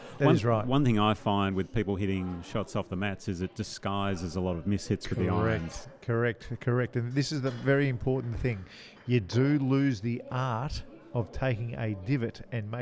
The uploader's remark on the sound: We’re live from the Melbourne Golf Park (formerly the Albert Park Driving Range) today overlooking the driving range, it’s a great spot for the podcast - we’re in the lounge area near the bar (obviously) looking out over the range. Because we’re live from the Melbourne Golf Park and he can smell pizza’s being cooked in the kitchen.